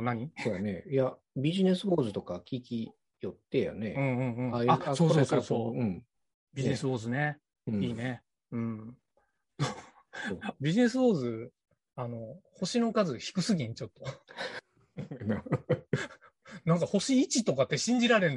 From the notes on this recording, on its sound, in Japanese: 年末の忘年会をzoomで行った模様をお届けします